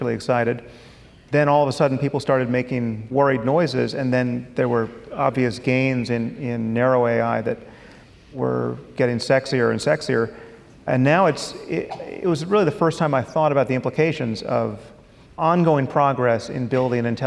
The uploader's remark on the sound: At a live event in Los Angeles (first of two).